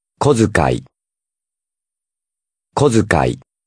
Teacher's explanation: Notice how the つ changes to a ず when the words combine.